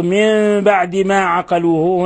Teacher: كذلك لفظ من بعد ما عقلوه، هنا الحكم التجويدي إقلاب، قلبنا النون الساكنة ميما مخفى عند الباء